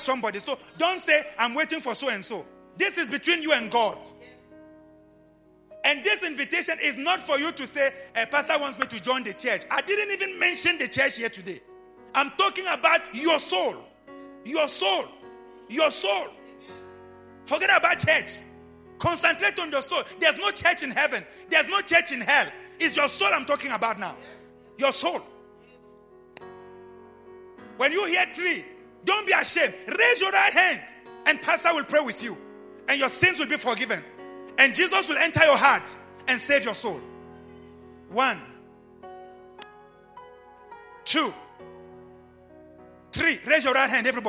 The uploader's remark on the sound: LIVE AT ABC KHALANYONI